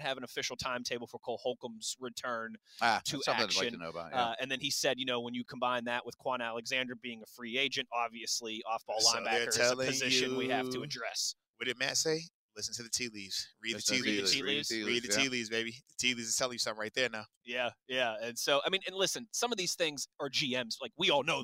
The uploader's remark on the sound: LIVE from the NFL Combine